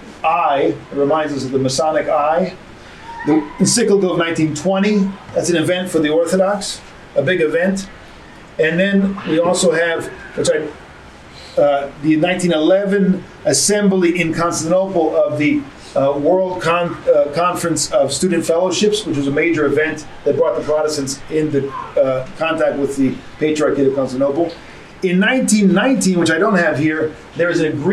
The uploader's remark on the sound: A lecture given to the faithful of the parish of the Archangel Michael in Huntsville, AL in June of 2023.